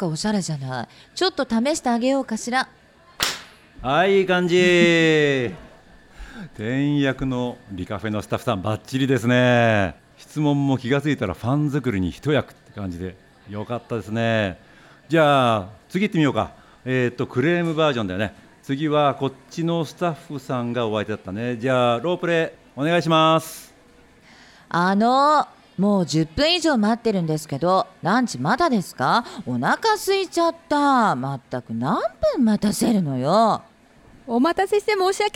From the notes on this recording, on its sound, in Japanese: 都内で公開収録を開催し、リスナーにもラジオドラマに参加いただきました。